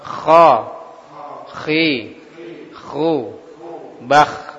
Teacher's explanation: ujung tenggorokan di sekitar anak lidah keluar darinya huruf ghain dan kha